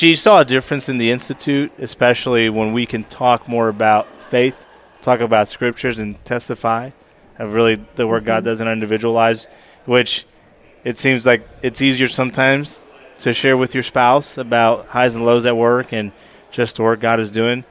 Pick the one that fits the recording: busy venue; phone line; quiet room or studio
busy venue